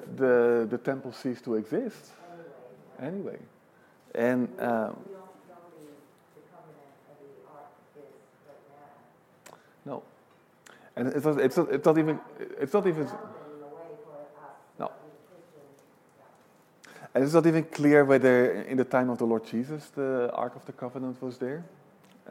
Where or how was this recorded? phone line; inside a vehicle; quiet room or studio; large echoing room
large echoing room